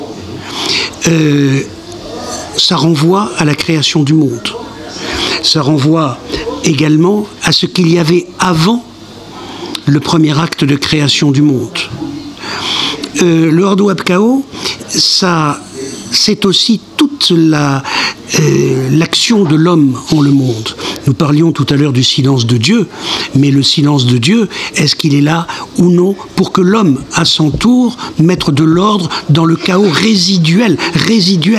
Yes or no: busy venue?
yes